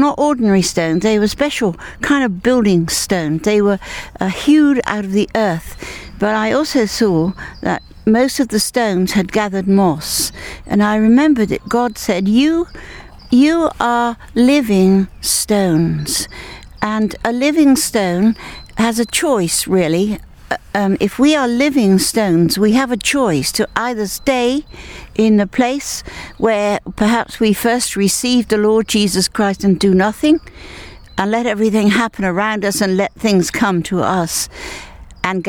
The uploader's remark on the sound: A practical session, recorded in the countryside.